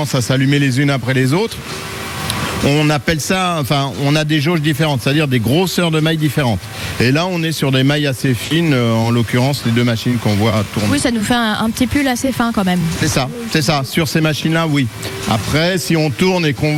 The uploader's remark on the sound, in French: On fait des marinières en direct à la tricoterie Val de Saire à Valcanville !